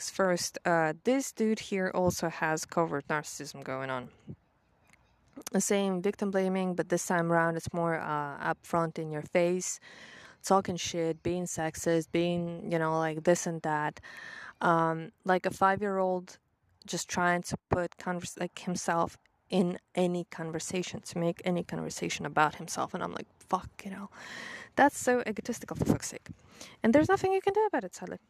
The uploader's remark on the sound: there's ton of sounds as I recorded it all outside.